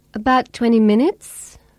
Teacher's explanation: the speaker uses a rising tone to give information.